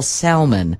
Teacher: The word salmon, for instance, in Miami is pronounced with the L, salmon. There's no way.